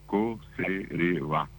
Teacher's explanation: Se hizo una adaptación fonética y de conserva, que tiene un acento ya en el medio, y como el guaraní tiene el acento final, la palabra quedó en co-se-re-va. Es una consonante, una vocal, consonante vocal, y el acento final.